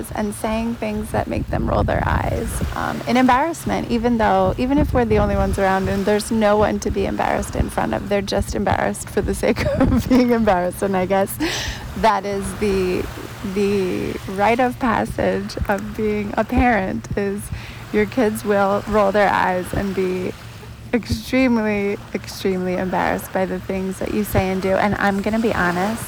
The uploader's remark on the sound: This episode was recorded outside, at the sea, with the sounds of nature - waves, birds voices, boats, and more!